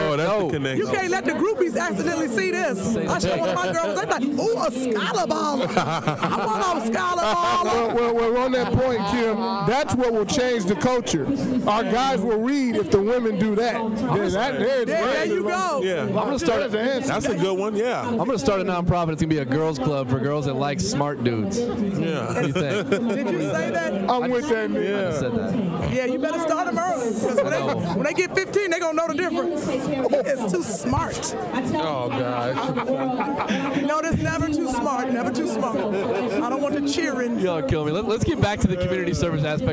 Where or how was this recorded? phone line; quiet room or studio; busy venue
busy venue